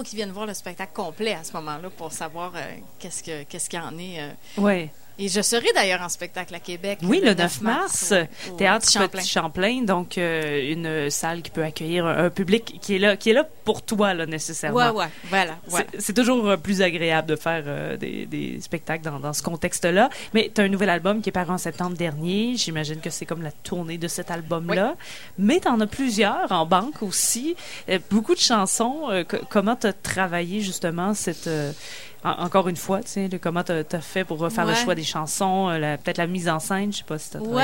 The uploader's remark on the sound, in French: Émission diffusée en direct du bar le Sacrilège.